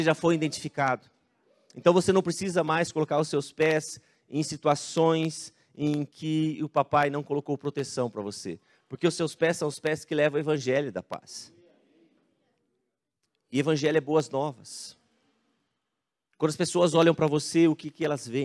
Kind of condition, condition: setting, large echoing room